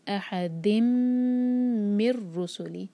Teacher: تنوین کے بعد میم آ رہا ہے تو ہم تنوین کے ساؤنڈ کو میم میں مرج کریں گے